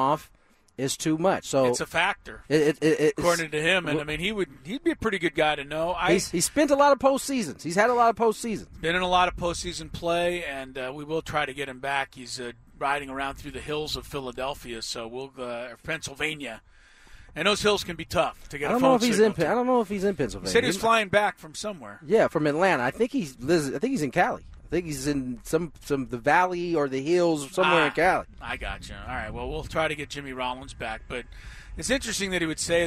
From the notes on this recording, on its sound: The guys were LIVE at Rancho Bernardo High School for the game between RB and Fallbrook.